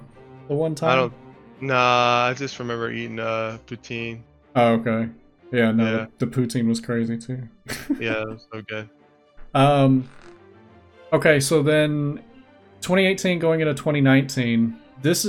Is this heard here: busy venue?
no